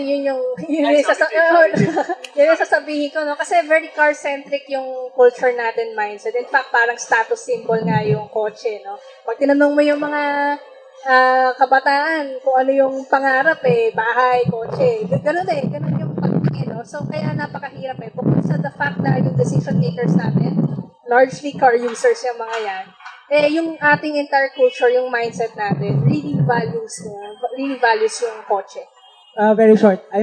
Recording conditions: outdoors